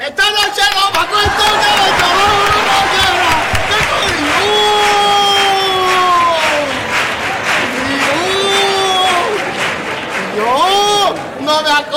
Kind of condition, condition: setting, live audience